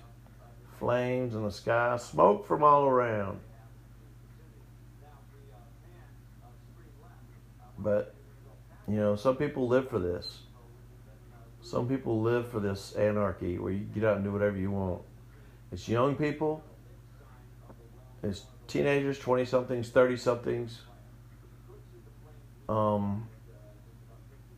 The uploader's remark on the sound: audio difference from voice to music, sorry